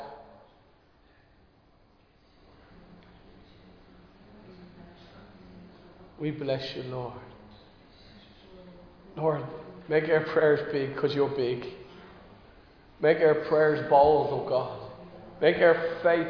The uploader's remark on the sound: Recorded live in Liberty Church on 28 August 2022